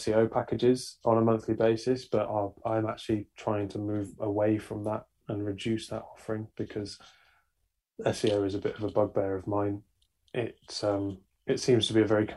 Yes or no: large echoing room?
no